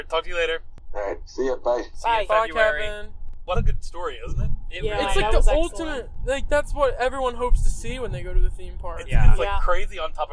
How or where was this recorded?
inside a vehicle